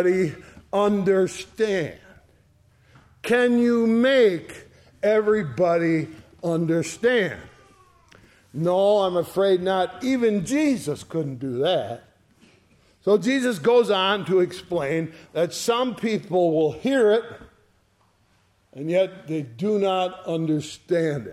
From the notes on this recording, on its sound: Sunday Morning Service recorded on 05/07/2023. ESCBC Sunday Morning Service.